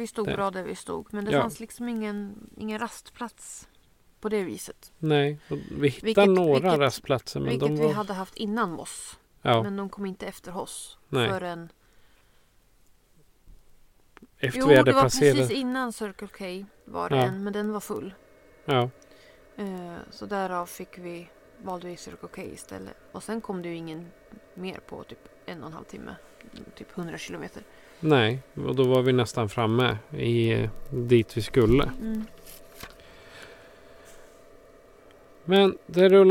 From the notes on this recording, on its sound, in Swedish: On The Road i en Husbil - NORWAY Edition. Det har kommit frågor om varför vi har musik om det inte är redigerat - I appen Podbean som vi använder för att spela in avsnitten on the road finns en light-version av en soundboard där fåtal slingor ligger inne. Därför hör ni lite musik i början och slutet av avsnittet.